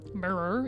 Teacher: it's non-rhotic, so you don't pronounce R's at the end of words like mirror